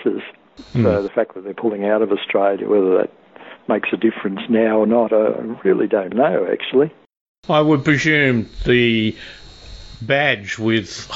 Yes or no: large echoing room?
no